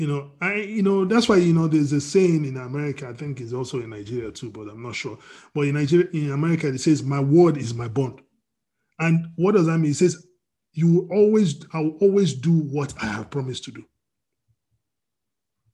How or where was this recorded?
video call